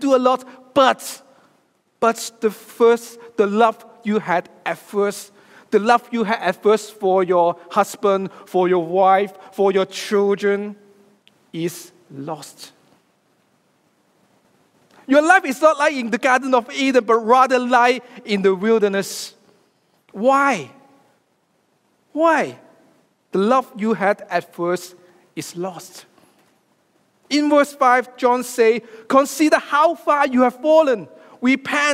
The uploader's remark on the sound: preaches a sermon live from Destiny on 22nd October 2023.